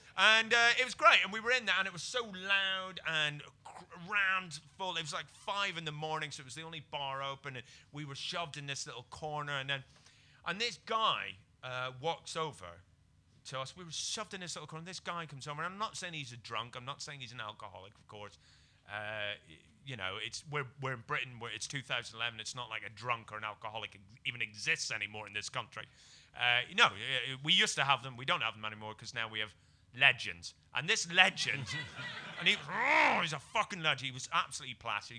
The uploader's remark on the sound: Almost live from The Stand comedy club in Edinburgh. Sorry if the sound is a bit uneven - we tried to record it with the Tascam but some audience interaction sent that smashing to the floor and so this is the version recorded through the desk.